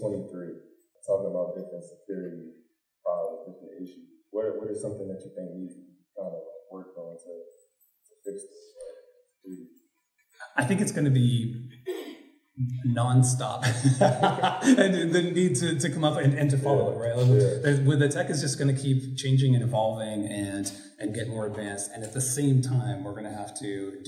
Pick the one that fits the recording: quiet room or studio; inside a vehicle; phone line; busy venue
busy venue